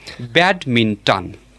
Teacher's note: And the rule is that a noun having three syllables has the stress on its first syllable. It is pronounced as badminton with the stress on the first syllable.